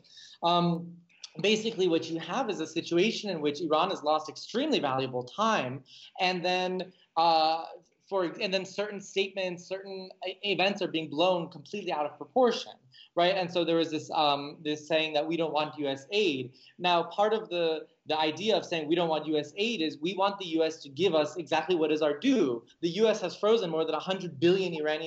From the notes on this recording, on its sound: Based on personal and incisive conversations with various interlocutors on location. We will be speaking with our guests, one or several at a time, via Skype.